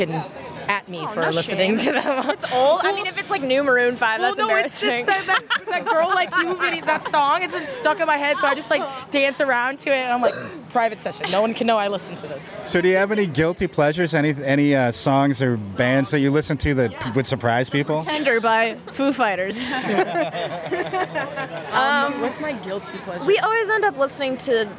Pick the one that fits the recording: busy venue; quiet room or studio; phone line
busy venue